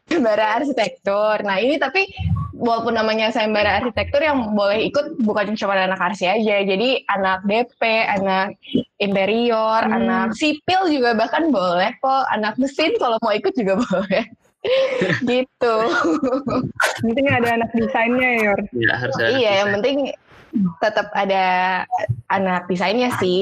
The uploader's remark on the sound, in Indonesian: Proses rekaman dilakukan jarak jauh melalui platform Google Meet